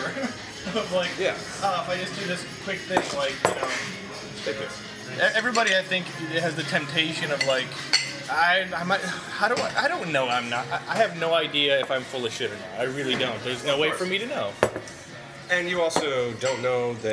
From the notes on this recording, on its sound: The long-overdue, field-recorded episode from XOXO Fest 2014. Mostly in drunken snippets.